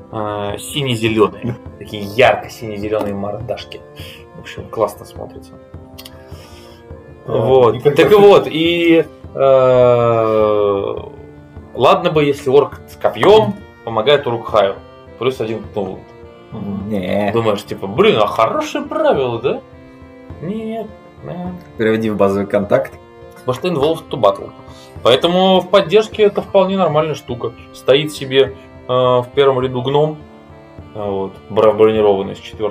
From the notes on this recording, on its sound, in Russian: Выпуск оффлайн получился сложным по звуку и впредь либо будут более классические выпуски, либо подход по микрофонам изменится.